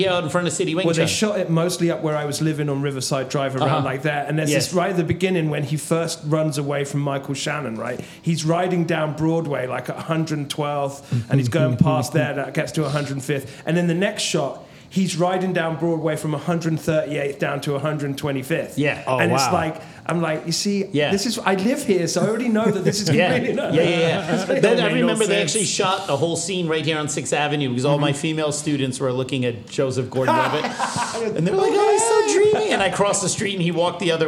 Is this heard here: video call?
no